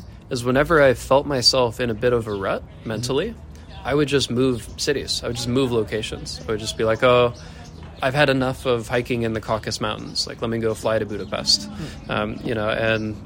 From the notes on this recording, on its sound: Street noise since we were standing in the corner of a park.